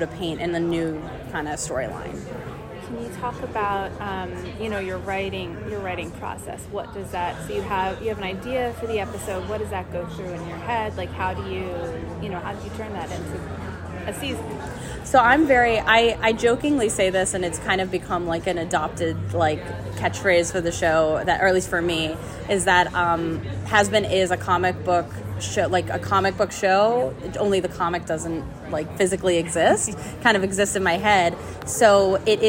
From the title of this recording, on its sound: With Us At NYCC!